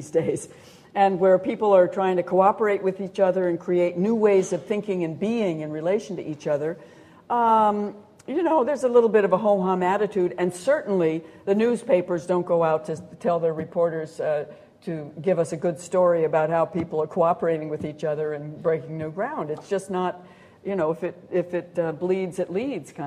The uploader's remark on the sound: A series of Gifford Lectures. At The University of Edinburgh.